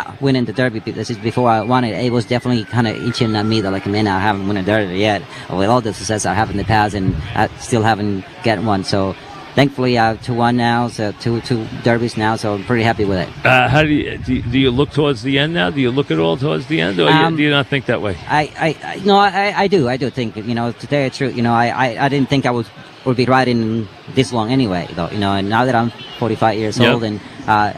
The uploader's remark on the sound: live at Saratoga